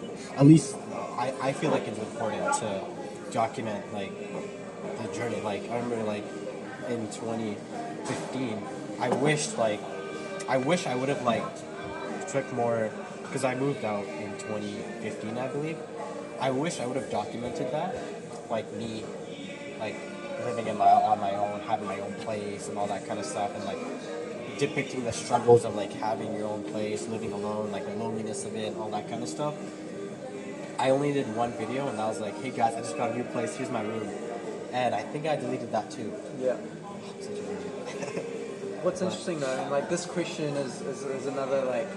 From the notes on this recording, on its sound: I decided to pull my phone